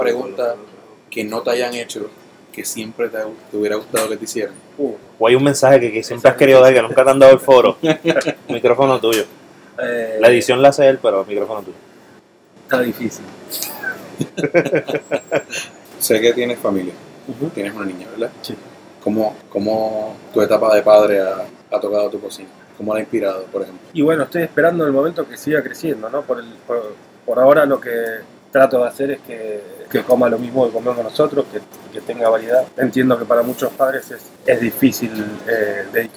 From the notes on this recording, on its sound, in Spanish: entrevista que hiciéramos en vivo en Nonna